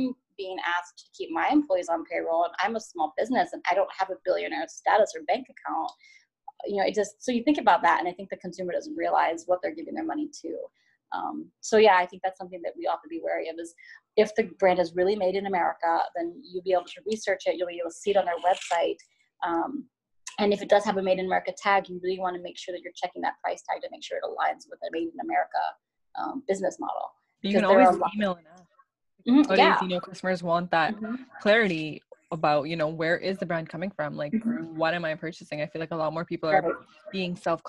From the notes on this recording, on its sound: Sound quality will improve when interviews can be done properly after self-isolation.